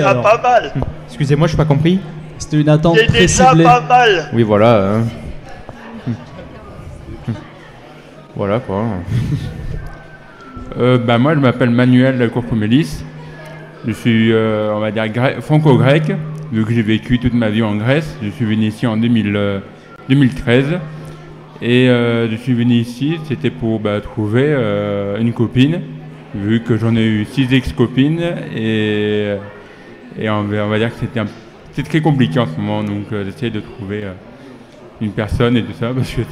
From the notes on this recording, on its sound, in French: En direct du salon Amours et handicap de Hyères.